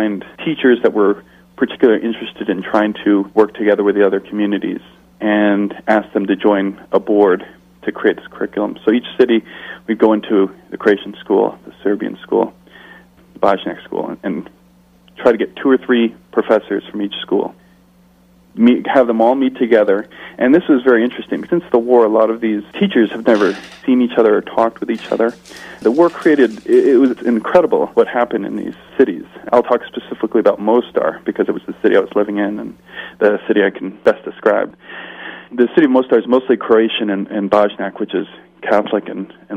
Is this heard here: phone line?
yes